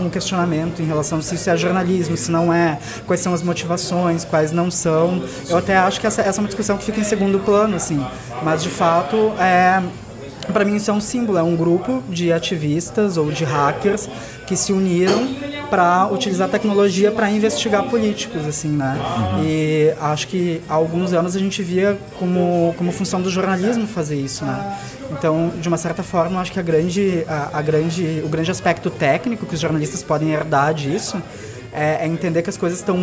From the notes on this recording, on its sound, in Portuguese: O bate-papo foi gravado no Café do Duque, no Centro Histórico de Porto Alegre, em setembro de 2016.